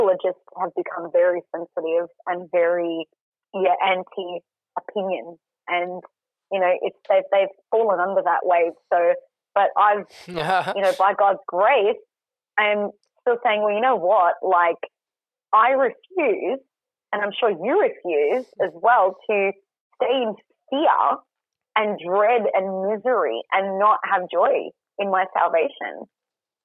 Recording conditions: phone line